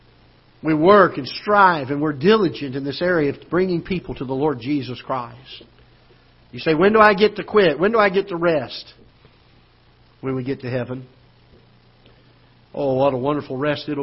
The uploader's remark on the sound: Ketha Heights Baptist Church ~ Live Broadcast